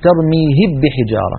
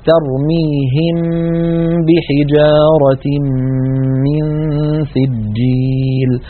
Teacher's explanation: إذن هذا الحكم أن تأتي ميم ساكنة بعدها باء اسمه الإخفاء، نطبق الشفتين هكذا على الميم ونغن ثم نفتحهما على الباء · Shown in: second take